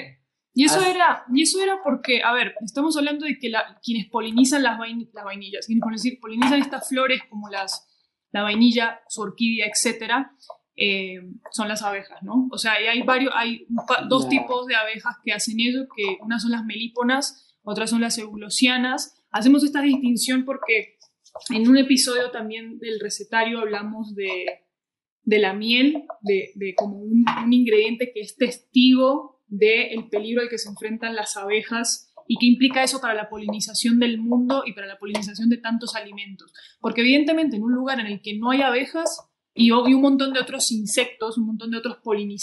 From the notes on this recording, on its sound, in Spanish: Nos presentamos en vivo en Podcastinación! En la que el audio nos traicionó.